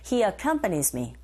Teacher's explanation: Come, 이 부분에 강세 있어서 he accompanies me.